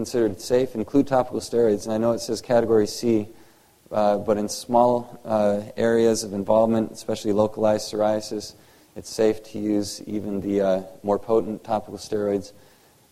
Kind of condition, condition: setting, live audience